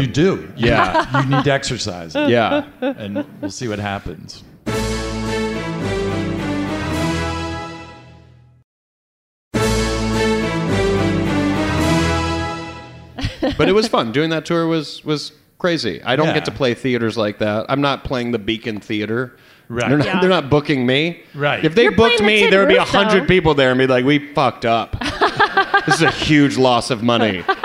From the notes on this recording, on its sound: Live from Comic-Con 2019. Are live from the Team Coco House at Comic-Con 2019!